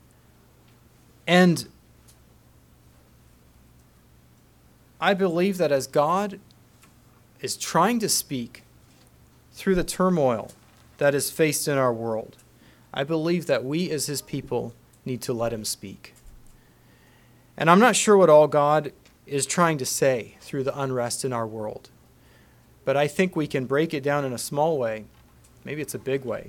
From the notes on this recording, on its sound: Message preached at Word Of Hope on August 13, 2023